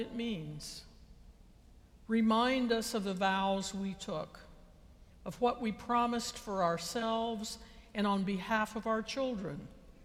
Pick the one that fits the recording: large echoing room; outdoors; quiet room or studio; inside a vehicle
large echoing room